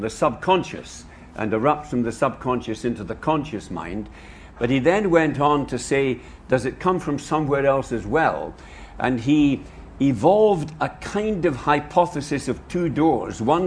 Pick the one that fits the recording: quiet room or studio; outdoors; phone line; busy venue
busy venue